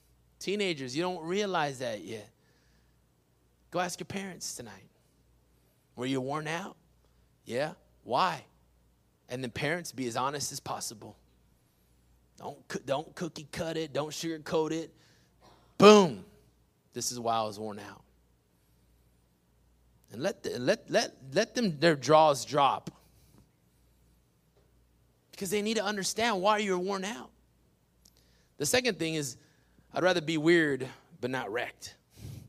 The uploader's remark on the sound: PREACHED IN WESLACO TX, 6-20-21